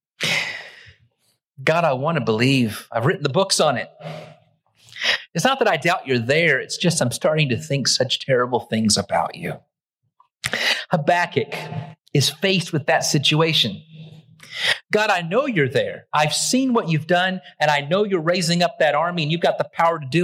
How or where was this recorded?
large echoing room